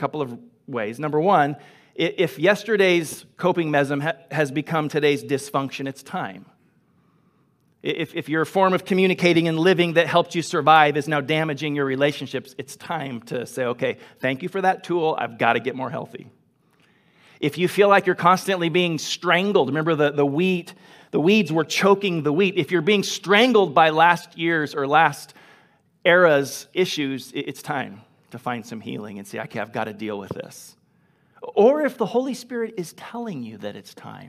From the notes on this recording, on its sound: Grace Church of La Verne.